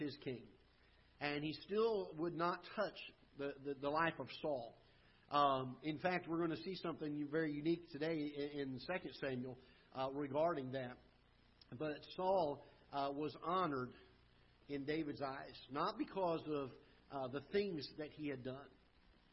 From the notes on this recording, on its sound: Ketha Heights Baptist Church ~ Live Broadcast.